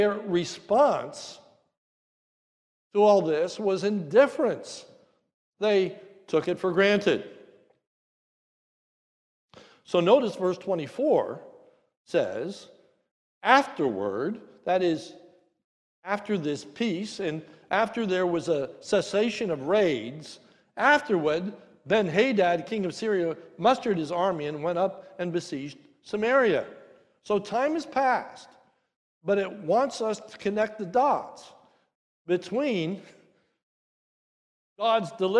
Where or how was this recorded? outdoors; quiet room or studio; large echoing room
large echoing room